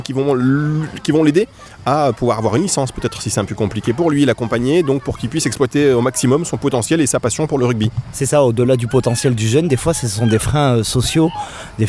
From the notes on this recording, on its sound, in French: Un Parole Partagée à Nice hors les murs en direct du Stadium quartier des Moulins avec l’association PES mais également les associations Sécurité Sociale Sportive et ADSEA.